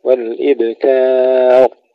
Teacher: رقق الكاف، فخم الراء